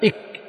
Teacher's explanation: خلف أقصى اللسان والحنك الأعلى في الكاف